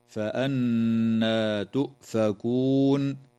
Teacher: النون في كلمة فأنى مشددة، فحكمها الغنة بمقدار حركتين